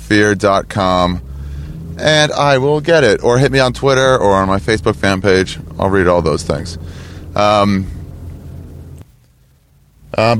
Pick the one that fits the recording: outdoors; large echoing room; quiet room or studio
outdoors